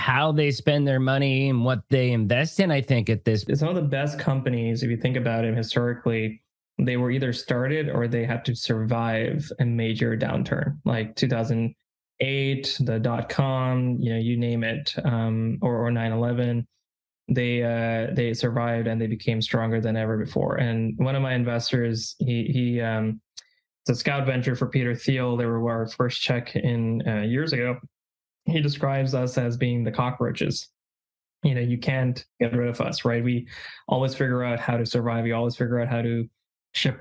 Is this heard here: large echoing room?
no